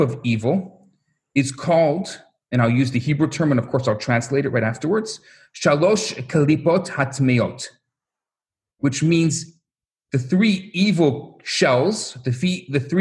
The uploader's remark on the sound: Recorded Live on Zoom